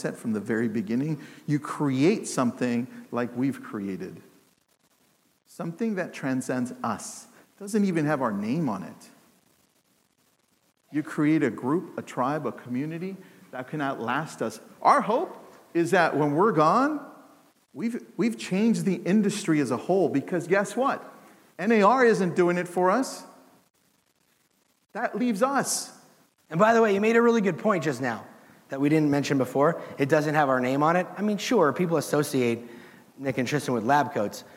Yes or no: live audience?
yes